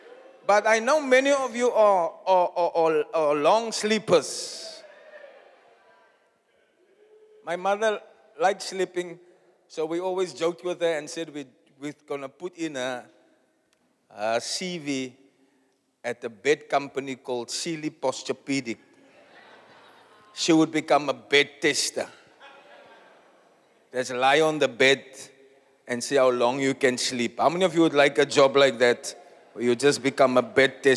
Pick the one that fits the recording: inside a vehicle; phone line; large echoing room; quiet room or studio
large echoing room